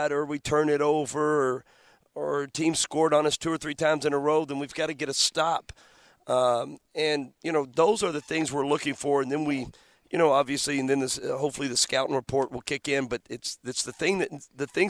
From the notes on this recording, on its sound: live from Chaifetz Arena